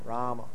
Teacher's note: the final A in Rama can be very light · Term: very light final A